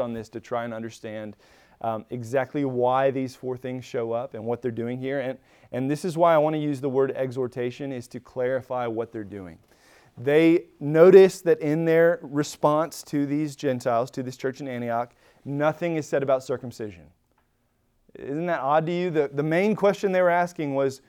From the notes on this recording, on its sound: Recorded at Emmaus Church in Buford, GA on Wednesday, Feb 22, 2023.